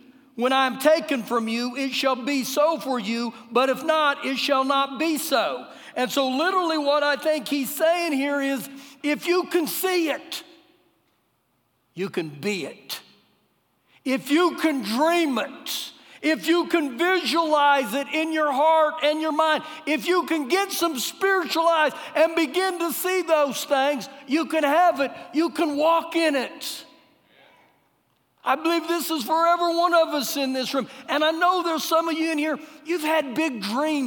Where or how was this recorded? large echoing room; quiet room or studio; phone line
large echoing room